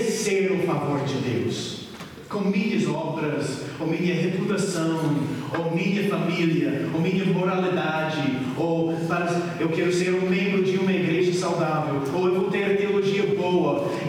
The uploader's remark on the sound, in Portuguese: Mensagem gravada na Igreja Batista Jardim Minesota